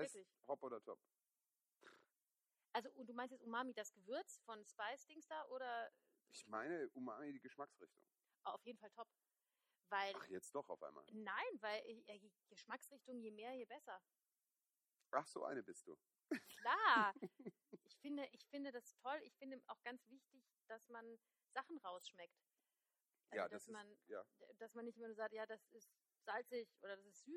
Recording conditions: poor sound quality